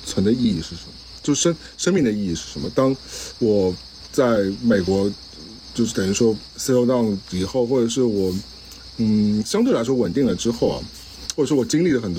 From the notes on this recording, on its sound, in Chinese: 本期为室外录音